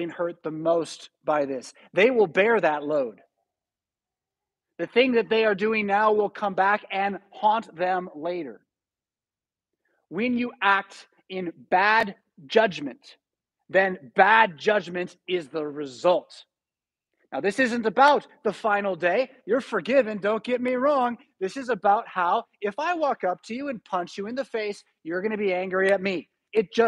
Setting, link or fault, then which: setting, large echoing room